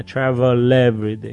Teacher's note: ele fica com o som de lé, que não existe na palavra sozinha